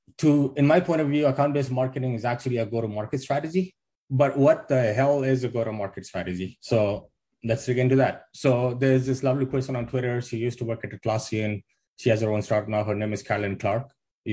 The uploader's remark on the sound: Fullfunnel.io B2B Marketing Summit Audio. Here is the audio with his webinar.